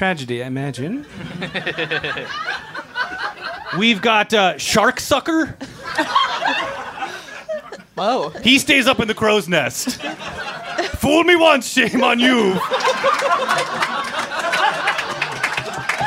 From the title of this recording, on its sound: Rude Tales LIVE at Union Hall 1/24/20